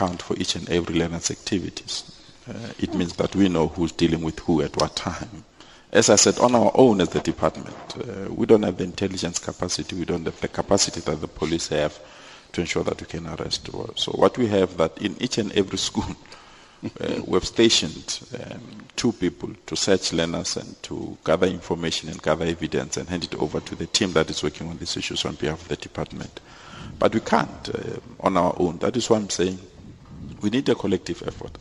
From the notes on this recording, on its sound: We were broadcasting to you live from the Don Mateman Hall in Eldorado Park, Johannesburg.